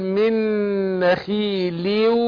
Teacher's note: الخاء لما بتكسر بتاخد أدنى درجات التفخيم. أقول من نخيخي، احنا هندغم النون في النون إدغام مثلين، وخلي بالك هننطق نون واحدة مشددة مع الغنة حركتين، وبعدين الخاء مكسوره تاخد ادنى درجات تفخيم، فاقول من نخيل